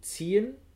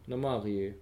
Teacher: Ist im Elbischen aber getrennt. Also I und E sind getrennt auszusprechen. · Shown in: second take